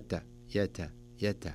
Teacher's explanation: التاء فيه جريان نفس، يجري فيه النفس. يا تاء تاء ولا يكون مبالغ فيها حتى لا يقترب من السين.